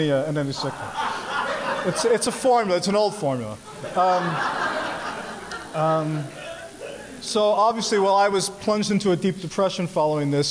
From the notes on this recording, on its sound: This performance was recorded at Say the Word, Un-Cabaret's seminal reading series at the Skirball Center in LA.